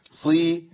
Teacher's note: الصاد مكسوره والصاد مفخمه، نقولها سين ما تنفعش، نجيبها صاد ما تنفعش.